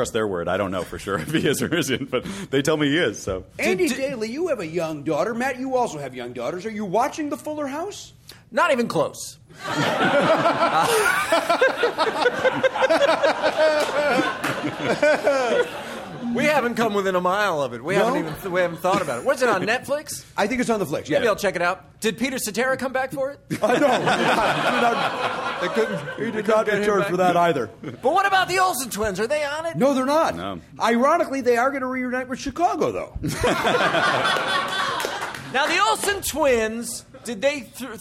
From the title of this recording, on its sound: Live at #PCAT16